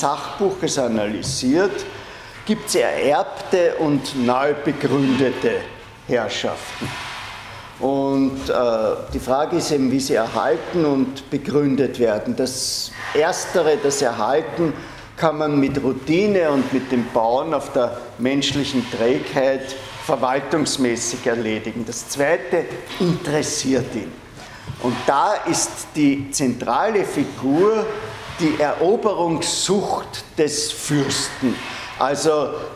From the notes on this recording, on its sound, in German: Diese Vorlesung wurde von Studierenden aufgenommen